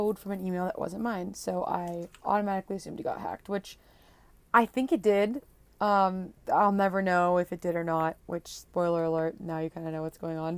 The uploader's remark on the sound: What started as just a voice memo she recorded for herself turned into a full on podcast episode.